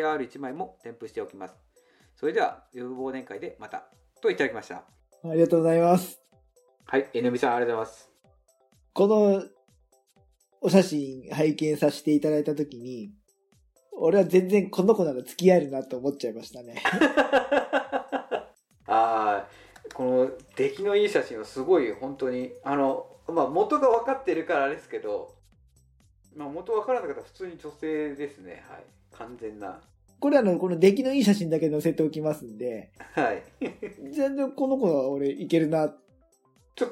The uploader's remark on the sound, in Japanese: 高音質でもなければ。